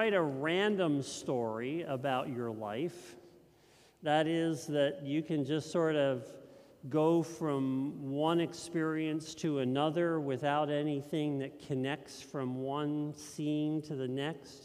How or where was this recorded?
large echoing room